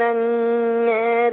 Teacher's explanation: لما تيجي الف وراها حرف الراء مكسور هنميل الالف شويه